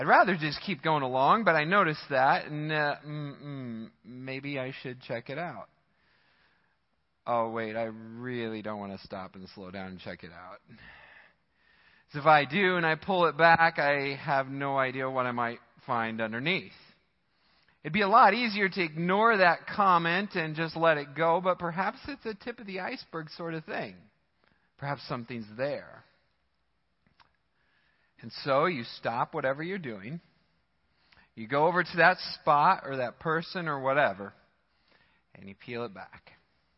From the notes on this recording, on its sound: Midland Evangelical Free Church Sermon Audio